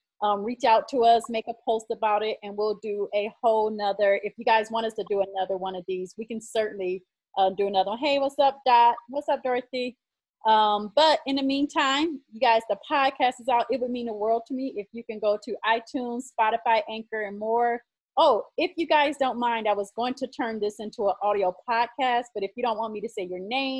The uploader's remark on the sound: we use facebook live